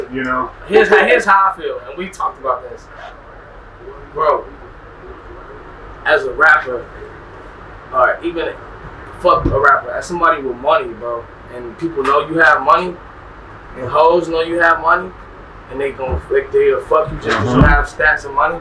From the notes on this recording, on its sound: Recorded at Wireless Festival in London, U.K.